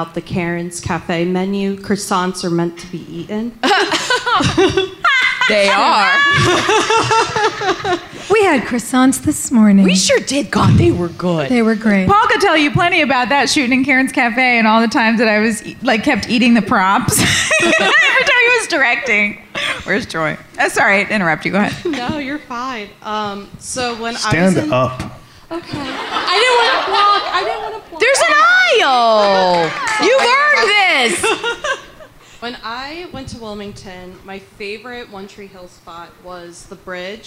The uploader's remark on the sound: wrap up their road trip with a Q&A live from Philly!